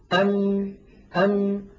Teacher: بعد أن اصطدمت الشفة العليا بالشفة السفلى، هل عاد يمر من هذه المنطقة ولو جزء من الصوت ضئيل؟ أبدا. إذن نصف الميم الشفوي في الحقيقة شديد، لكن النصف الخيشومي قابل للمط. · Term: حرف الميم، جزء الشفوي من الميم